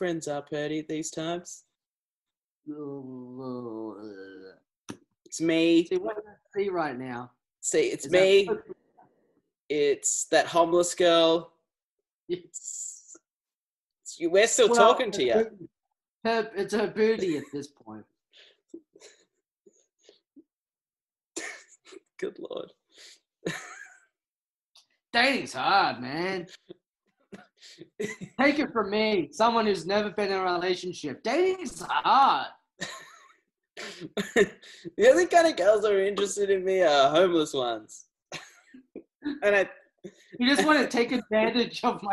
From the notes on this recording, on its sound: Conduct a podcast Episode over Zoom.